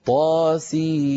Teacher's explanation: طاسيم هذه فيها مدان لازمان، المد الأول الياء التي بعد السين، والمد الثاني الياء التي بين الميمين